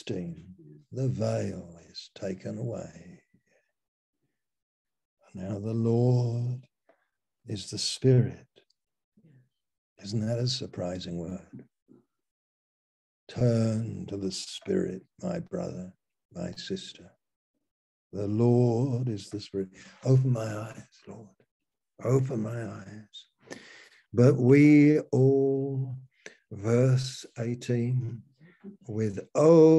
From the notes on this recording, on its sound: Malaysia Meets (Zoom).